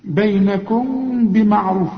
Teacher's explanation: هنا بيقول لك في اخفاء، ما تضمش شفايفك، ما تقولش بينكم بمعروف، لا، بينكم، خلي انفراق في الشفايف ولازم تغن، يبقى اخفاء مع الغنه